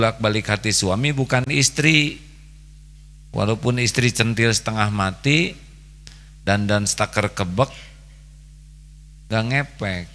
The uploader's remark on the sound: LIVE dari Masjid Daarut Tauhiid Bandung